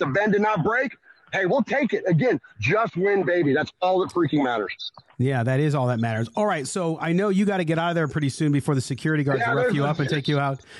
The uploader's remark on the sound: Live from Allegiant Stadium